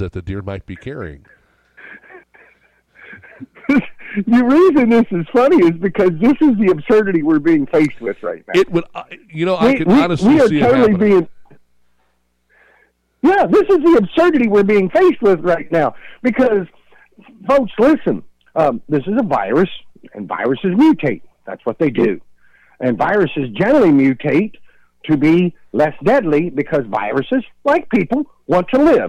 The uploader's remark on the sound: called in from Virginia Beach, Virginia